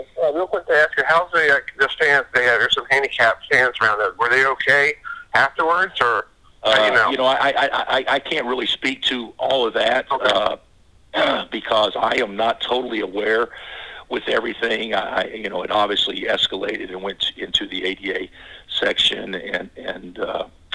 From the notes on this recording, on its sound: conference call